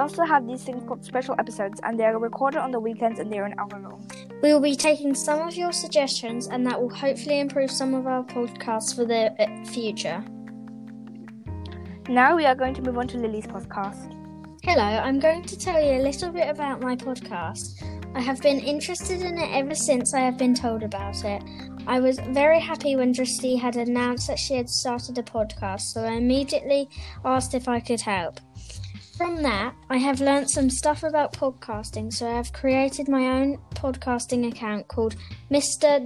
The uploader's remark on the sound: The audio is glitchy but you didn’t miss anything important.